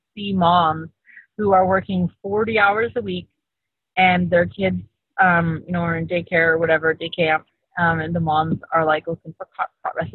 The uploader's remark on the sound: Call from the Car